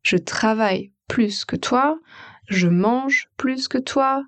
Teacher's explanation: On prononce toujours plus avec le S.